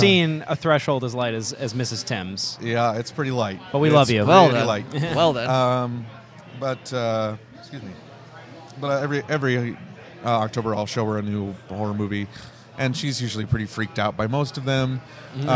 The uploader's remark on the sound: This episode was recorded at Dave and Adams' Card World for their Halloween Comic Day.